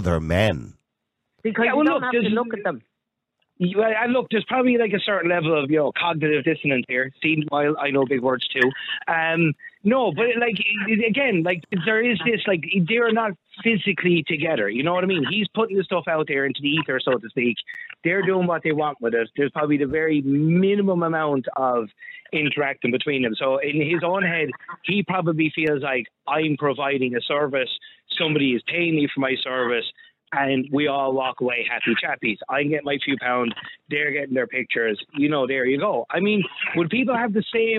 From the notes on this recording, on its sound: Opens up the phone lines to hear different perspectives on this complex issue, and the callers share their varied opinions.